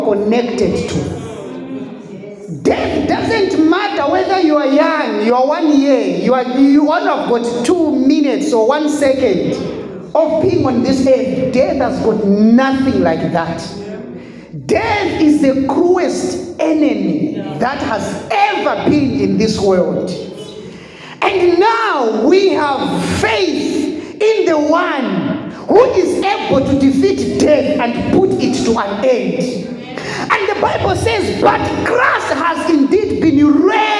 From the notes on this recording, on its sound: The sermon was preached in the church setup.